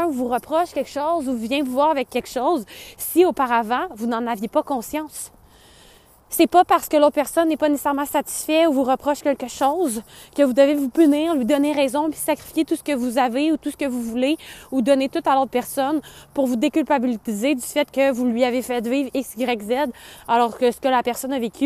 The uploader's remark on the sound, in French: 2024 vient de kick in dans mon corps et je n'ai pas eu le choix de sortir marcher pour vous enregistrer un dernier épisode.